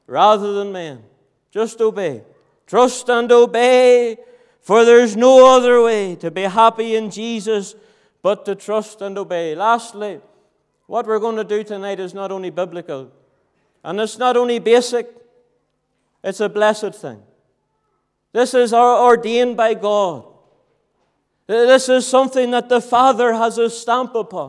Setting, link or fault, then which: setting, large echoing room